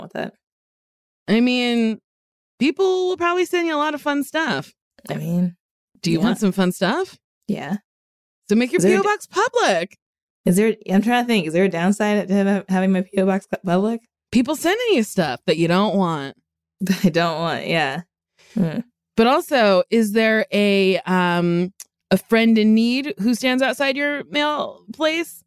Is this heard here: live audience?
no